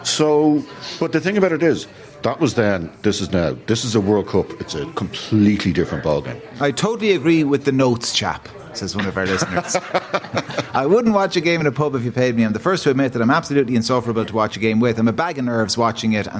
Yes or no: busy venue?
yes